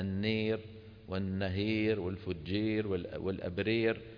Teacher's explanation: صوت الإمالة الكبرى صوت مخلوط بين ألف وياء بنسبة 50%